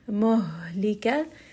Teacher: the ha is going to come from the chest. So it's a breathy sort of air.